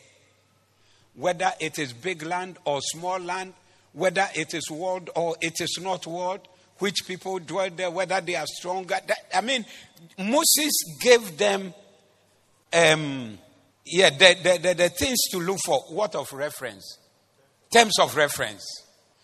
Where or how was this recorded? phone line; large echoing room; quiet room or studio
large echoing room